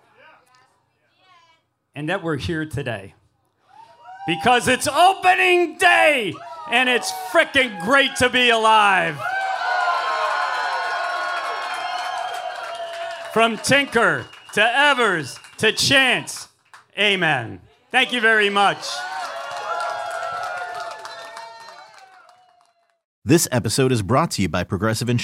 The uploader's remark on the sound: Live from YakZies. From the same humble stage that we gather at year after year.